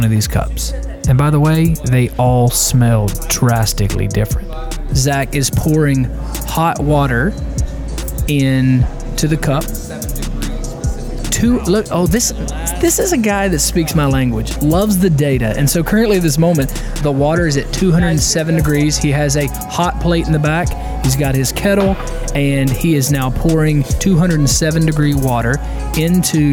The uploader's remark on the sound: Live from Not Just Coffee